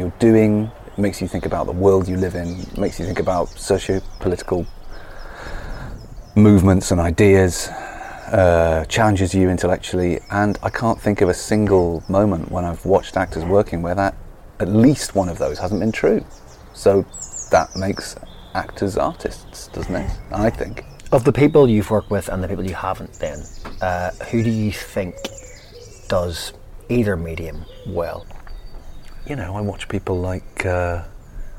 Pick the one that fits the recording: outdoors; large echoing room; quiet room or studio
outdoors